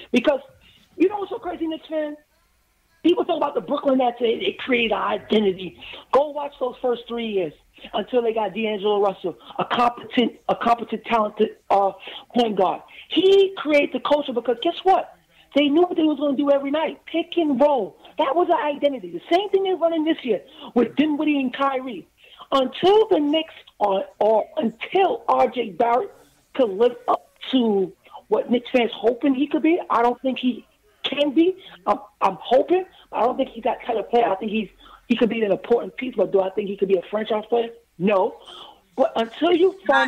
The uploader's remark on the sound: They watch along during the second half of the game. They also take live phone calls from fans around the world.